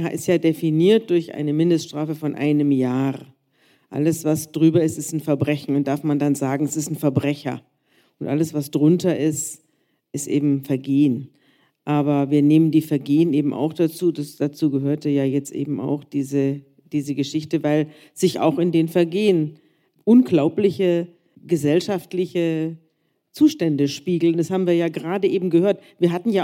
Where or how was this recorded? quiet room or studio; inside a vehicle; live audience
live audience